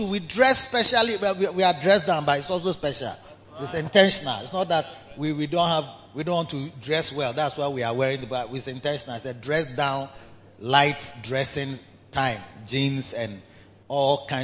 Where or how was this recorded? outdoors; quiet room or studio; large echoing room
large echoing room